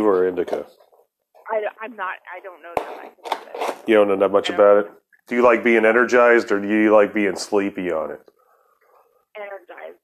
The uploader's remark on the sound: You will have to forgive the sound on some of the calls it's just how it goes.